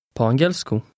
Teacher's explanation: notice that the middle of the word is stressed